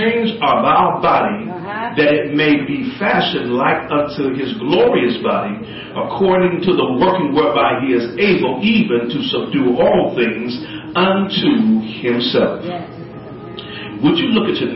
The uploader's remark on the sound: LIVE from 1st COGIC in Decatur, IL.